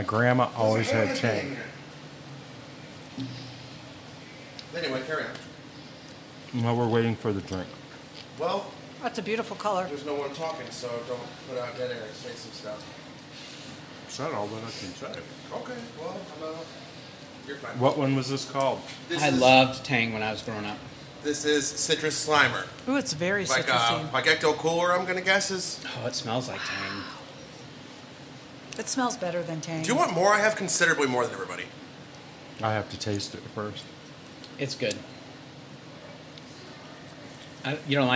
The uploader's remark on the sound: An Afternoon at Viking Artisan Ales. We sat down on location at Viking and sampled all of their brews!